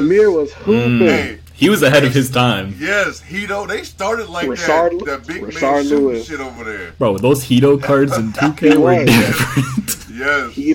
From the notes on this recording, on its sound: SOME AUDIO ISSUES